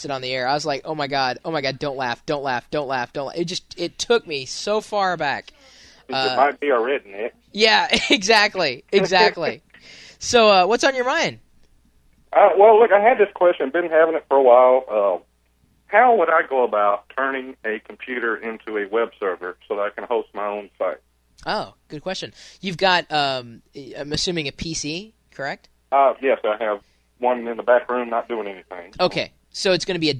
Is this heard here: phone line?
yes